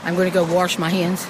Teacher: We're talking about the pronunciation of wash as warsh.